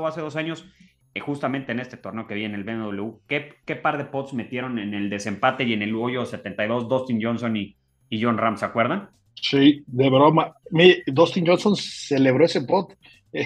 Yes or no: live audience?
no